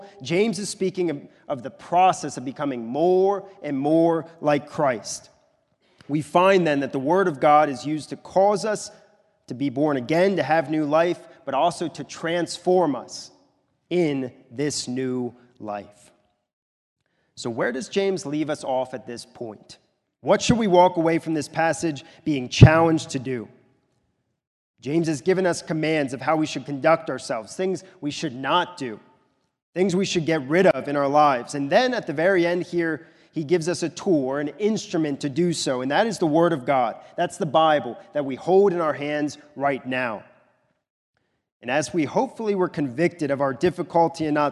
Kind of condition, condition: setting, large echoing room